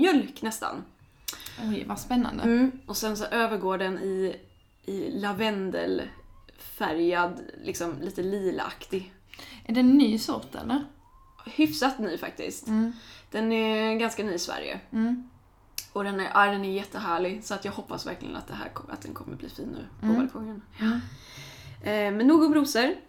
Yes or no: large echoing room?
no